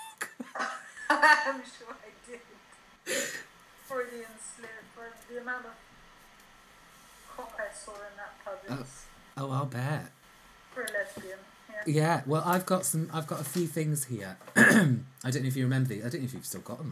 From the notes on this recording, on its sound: Apologies for the slight feedback, we had technical problems!